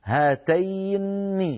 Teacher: رواها لنا هاتين يعني بنون مشددة